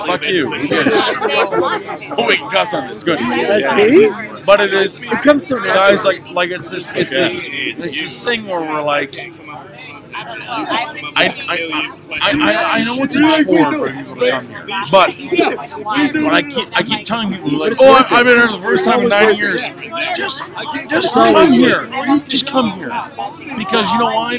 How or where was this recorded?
busy venue